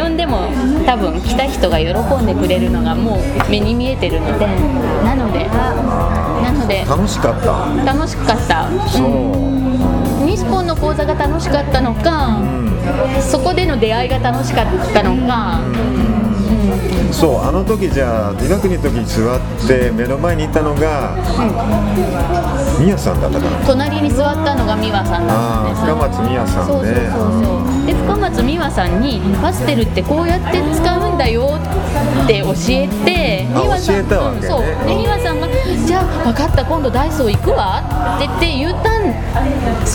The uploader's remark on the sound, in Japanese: ガストのにぎやかな店内で。対談収録しました。